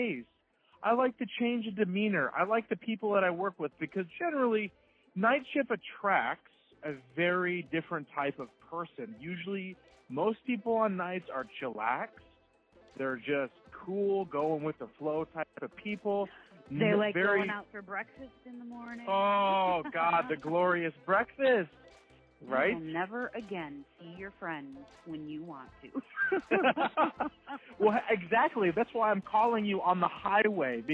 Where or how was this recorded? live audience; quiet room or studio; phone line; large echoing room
phone line